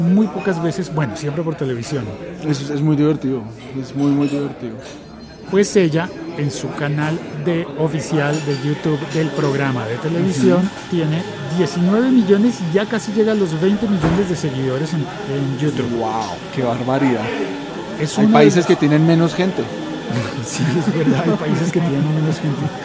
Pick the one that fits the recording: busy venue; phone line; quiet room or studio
busy venue